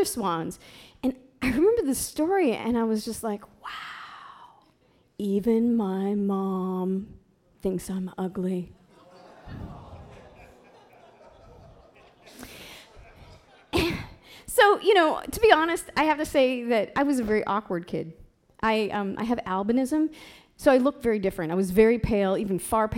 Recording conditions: live audience